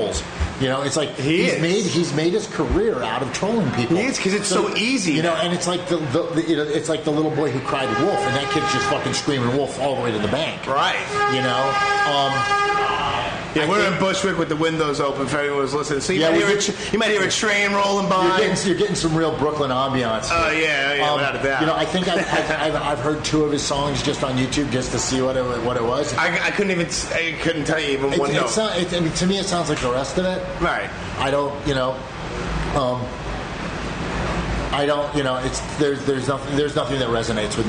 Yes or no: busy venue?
yes